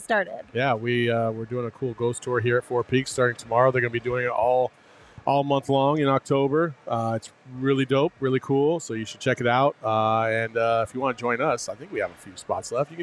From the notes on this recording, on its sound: live from Four Peaks